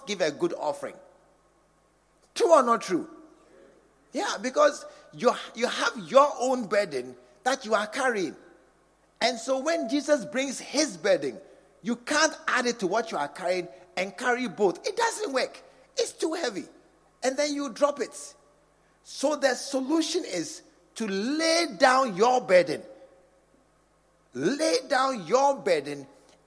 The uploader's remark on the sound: Preached at the True Vine Cathedral